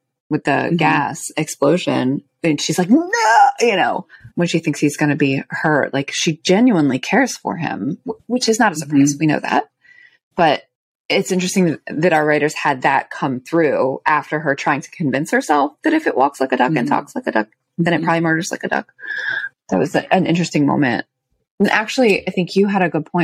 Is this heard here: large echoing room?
no